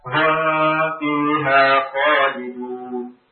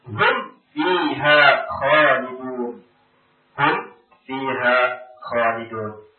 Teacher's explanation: Mim, waw, fa itu dekat makhrajnya. Sehingga kadang tergelincir, tergeser, hampir diikhfakan. · Shown in: second take · Bahkan sudah memang sudah banyak yang mengikhfakannya. · Term: izhar syafawi